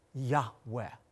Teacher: oftentimes pronounced with such reverence, a breathy Yahweh